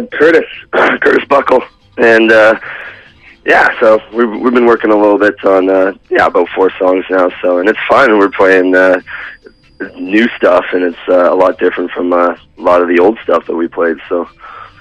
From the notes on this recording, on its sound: I did a quick phone interviews